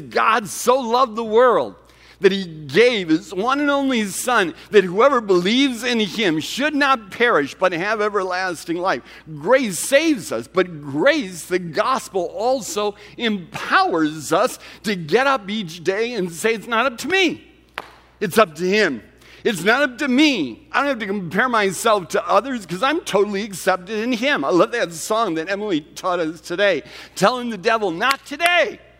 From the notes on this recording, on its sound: Recorded at Central: A Christ-Centered Church, Ewing, NJ